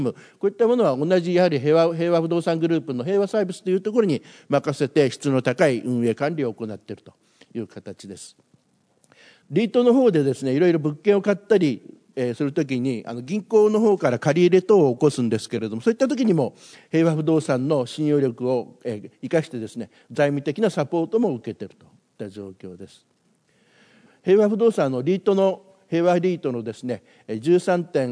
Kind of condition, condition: setting, live audience